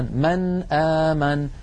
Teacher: فيقرع اللسان مخرج النون عند الهمزة ولا يتأثر بمجاورتها أبدا · Term: الإظهار